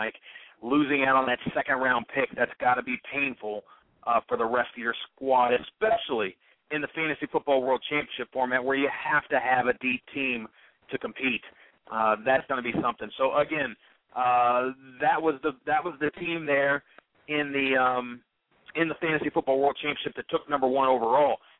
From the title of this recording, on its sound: Call-in Show